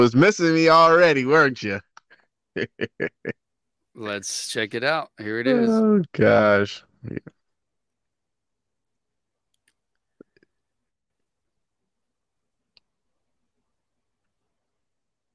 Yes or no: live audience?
no